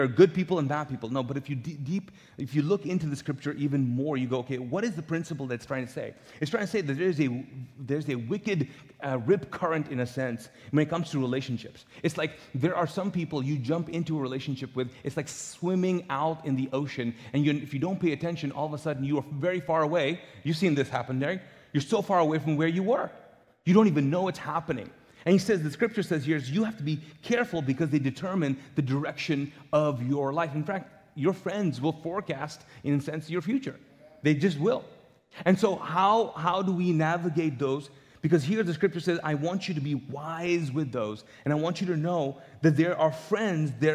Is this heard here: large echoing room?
yes